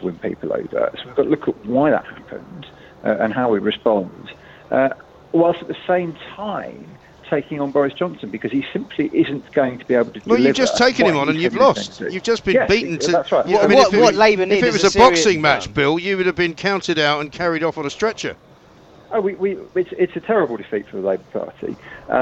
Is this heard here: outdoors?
yes